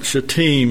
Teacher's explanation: He says the last syllable is not pronounced T-I-M, but T-E-E-M, and that's where the accent is.